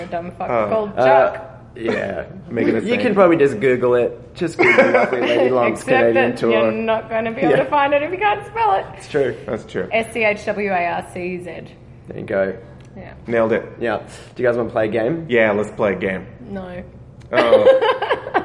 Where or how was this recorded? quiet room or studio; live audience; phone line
live audience